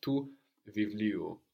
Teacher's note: we don't have the accent on the u, but just before. So there's a slightly different pattern here, no?